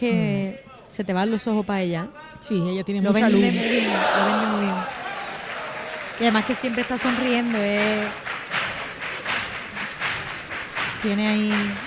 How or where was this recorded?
live audience